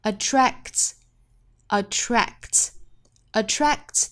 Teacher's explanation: attract 单词内部有 k 和 t 两个爆破音，这个时候前面这个 k 的发音我们做失去爆破